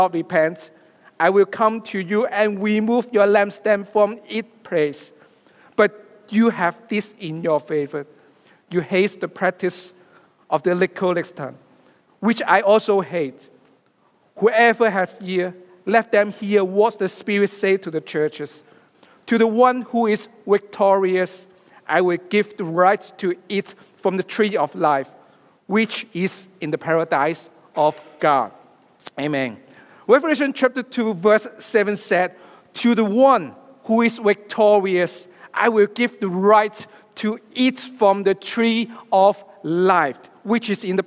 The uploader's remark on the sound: preaches a sermon live from Destiny on 22nd October 2023.